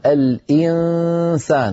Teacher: كيف تنتقل من الهمزة إلى مخرج السين مع غنة من الأنف · Term: الإخفاء